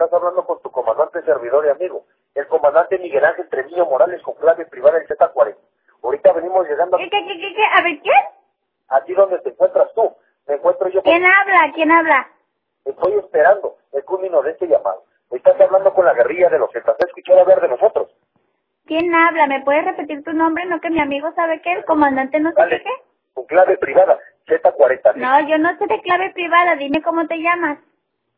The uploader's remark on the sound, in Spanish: Un intento de extorsión telefónica. Me enviaron esta grabación de un intento de extorsión a una chica y a su hermano.